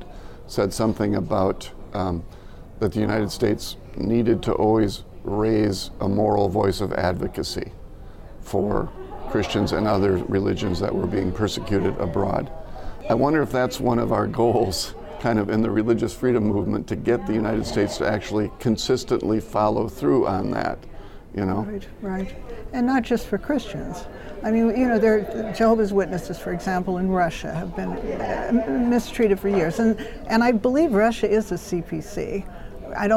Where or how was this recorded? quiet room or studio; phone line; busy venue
busy venue